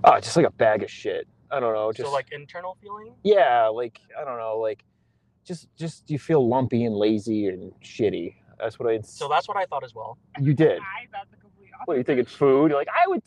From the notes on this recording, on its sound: Audio is a work in progress, it'll get better I promise.